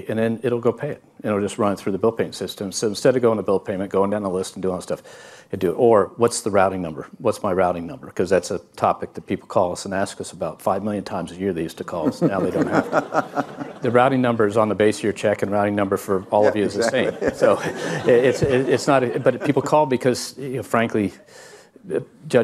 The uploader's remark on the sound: at the Bloomberg Invest conference in New York